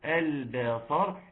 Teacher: اظهار اللام اظهار قمري، وبعدين ترقيق الباء، وبعدين تفخيم الصاد، وبعدين ترقيق تفخيم الراء.